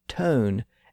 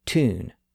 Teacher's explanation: tone retains much of the original Latin vowel sound, whereas tune shows the effects of the great vowel shift